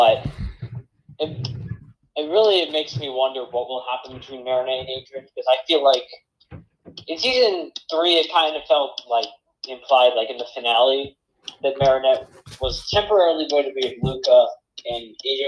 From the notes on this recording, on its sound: This may not be one of our best recordings, but it is still fine so I'm uploading it anyway.